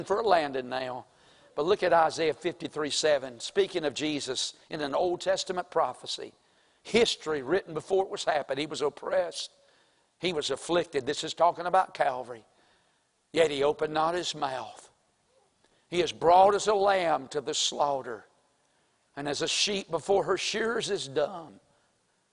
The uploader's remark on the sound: April 9, 2023 Sunday morning service preaching from the pulpit of Woodland Baptist Church – Winston Salem, NC